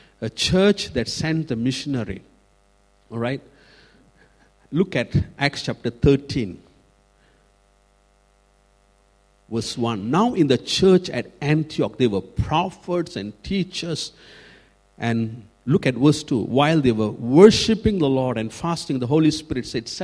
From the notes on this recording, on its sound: Recorded at freedomcentre church, Preston